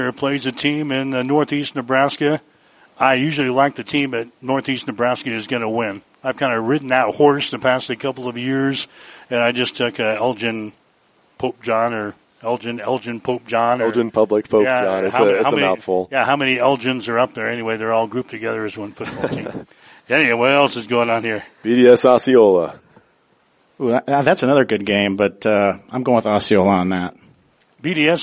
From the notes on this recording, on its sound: we were live from the Hastings Tribune Job Fair in Seaton Hall